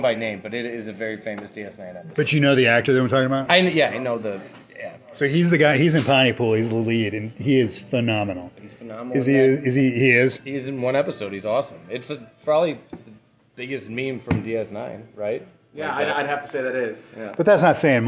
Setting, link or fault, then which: setting, busy venue